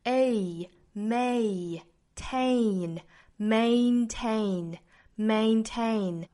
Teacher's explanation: 一定要注意一个双元音的滑动，从 a 滑动到更小的口型